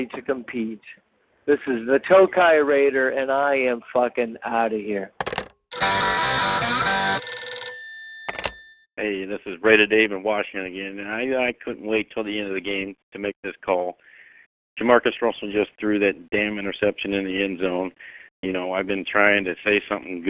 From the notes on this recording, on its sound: Raider Nation “Boneline” Call-in Segment